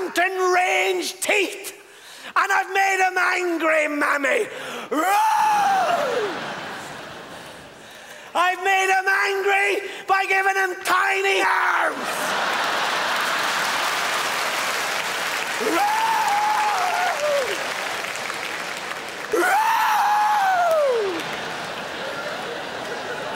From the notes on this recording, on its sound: unleashes his high energy brand of comedy at the Montreal Festival